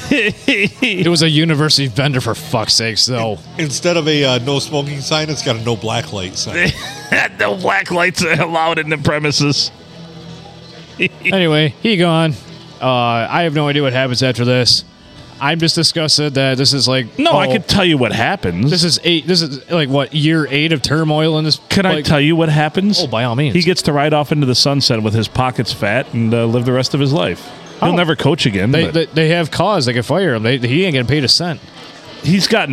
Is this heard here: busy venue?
yes